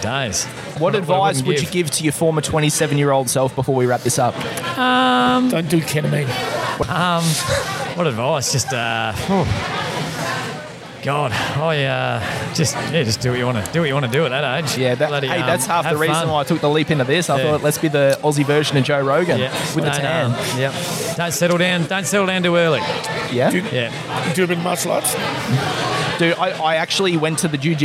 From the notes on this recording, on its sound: Today we ventured outside the studio. At the Shepparton Brewery prior to there comedy gig.